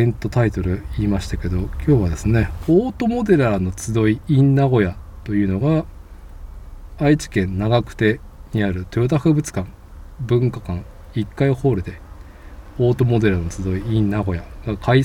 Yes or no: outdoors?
yes